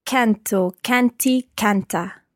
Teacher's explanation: Just watch the stress of canto, canti, canta, the stress on the first syllable there.